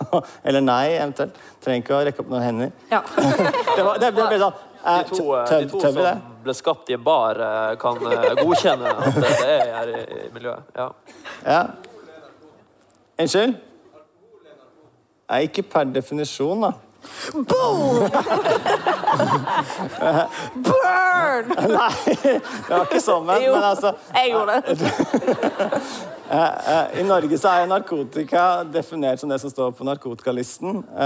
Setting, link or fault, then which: setting, live audience